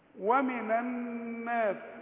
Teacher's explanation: النون الاولى لا تغن، النون الثانية لازم تغن